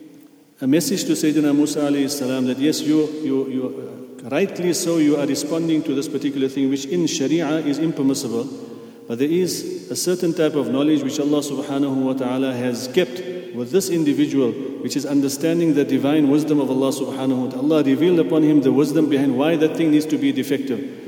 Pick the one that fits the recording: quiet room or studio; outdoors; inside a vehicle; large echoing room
large echoing room